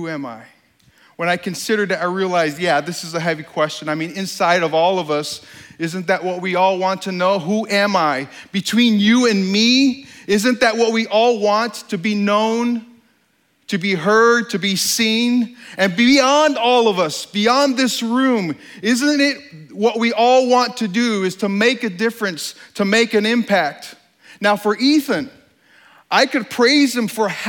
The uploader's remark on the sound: This talk at STORY 2016. This talk was given on stage at the Country Music Hall of Fame in Nashville, TN.